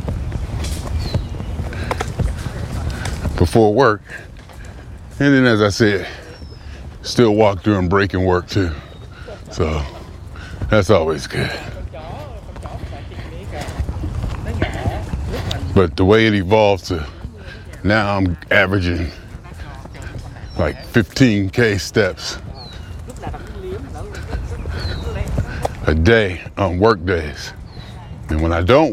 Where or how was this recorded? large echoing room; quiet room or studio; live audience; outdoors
outdoors